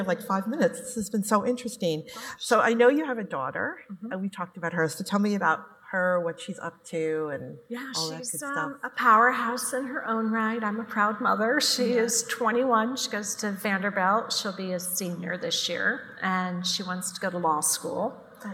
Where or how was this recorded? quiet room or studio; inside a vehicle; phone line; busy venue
busy venue